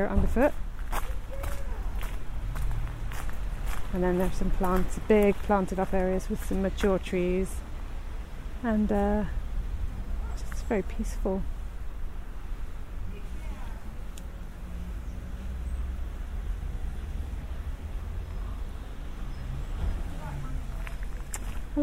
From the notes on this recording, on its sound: Join her out and about as she captures those small, magical moments of everyday life, in sound. Highgate High Street, Part One.